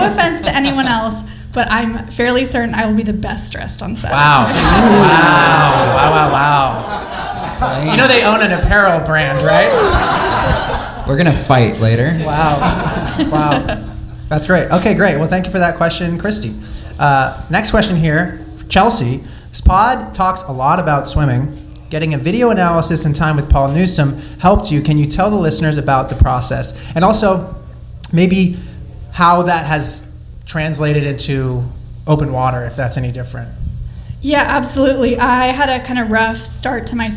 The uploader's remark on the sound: IM 70.3 Oceanside Triathlon LIVE podcast. Our first ever live podcast! Answering your questions live in front of an audience.